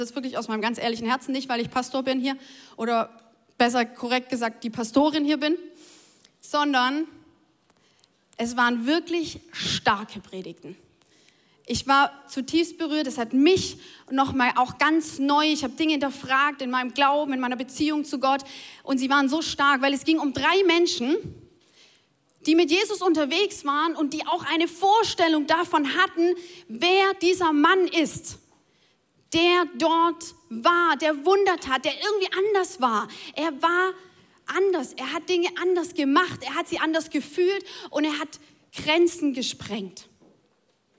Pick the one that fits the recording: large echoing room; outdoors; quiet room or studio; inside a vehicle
large echoing room